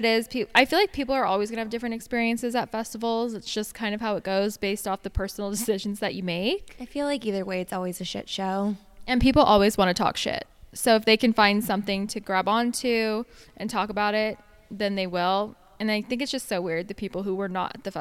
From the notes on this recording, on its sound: We're coming at you live for this episode from Coachella!